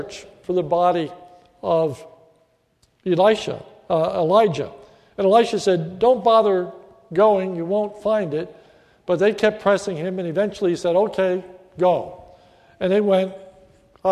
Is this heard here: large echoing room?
yes